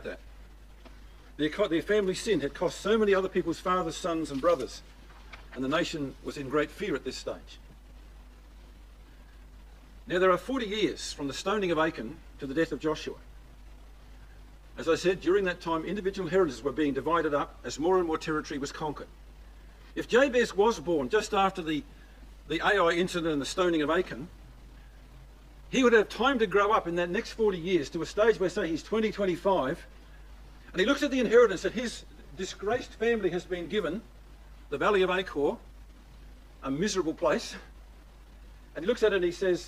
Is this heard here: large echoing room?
yes